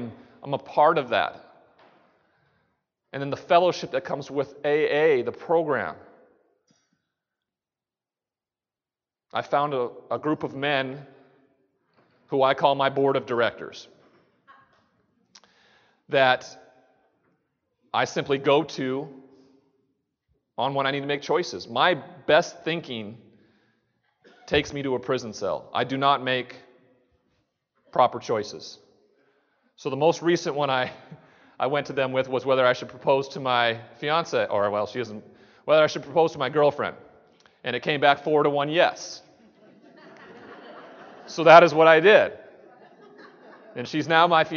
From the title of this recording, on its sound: 2017 TAAP Conference KEYNOTE